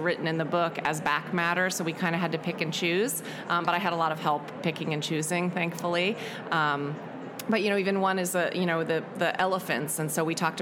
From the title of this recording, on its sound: Live from the 25 ALA Interview